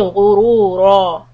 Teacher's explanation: We stop on ra with two harakat stretch. This is mad iwad عن التنوين.